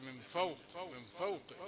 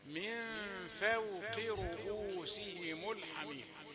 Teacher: رقق الفاء لترقق الواو بعدها · Shown in: second take · من فوق الفاء مرققة والواو مرققة والقاف مفخمة في آخر درجات التفخيم، من فوق رؤوسهم.